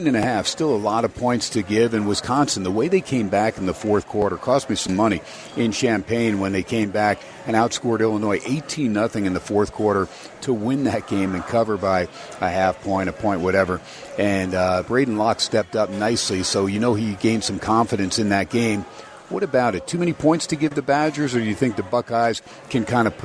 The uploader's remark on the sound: "Live" from #SteinersPub #LasVegas. As heard on 101.5 FM K-DAWN & streamed across the #worldwide #Audacy App!